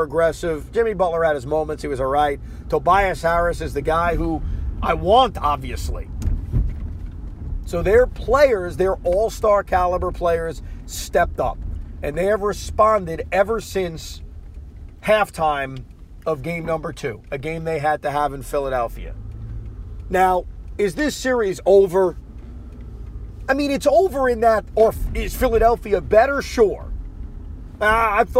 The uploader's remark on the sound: Does a podcast while driving home from Brooklyn after the Nets loss.